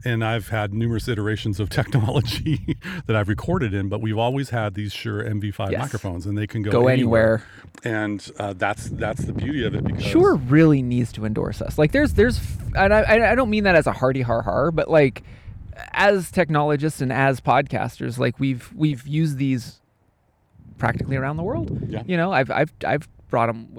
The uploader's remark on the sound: Recorded from the Oyster Dome. We recorded live from the top of the Whatcom famous Oyster Dome.